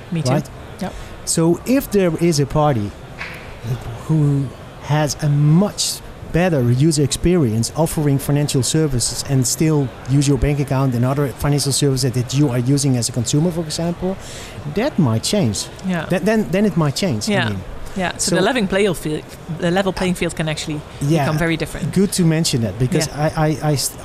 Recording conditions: busy venue